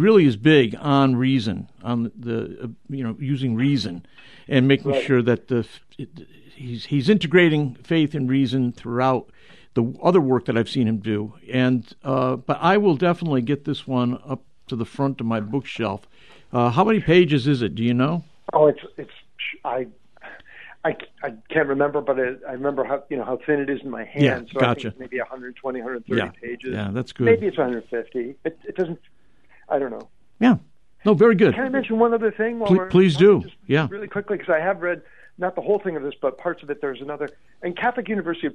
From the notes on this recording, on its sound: We're opening up the phone lines today!